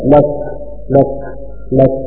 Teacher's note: ونطلع شوية هواء مع الكاف